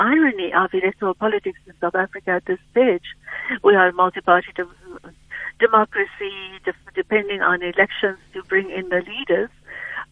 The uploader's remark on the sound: GUEST [PHONE]